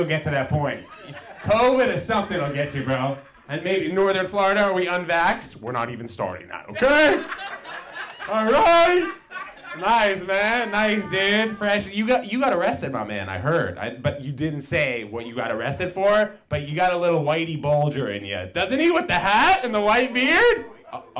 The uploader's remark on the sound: A 5 Minute Comedy Set LIVE!